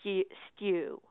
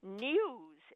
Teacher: a lot of broadcasters give that Y inflection in words like stew